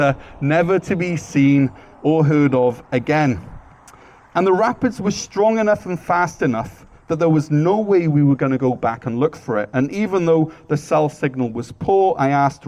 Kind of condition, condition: setting, large echoing room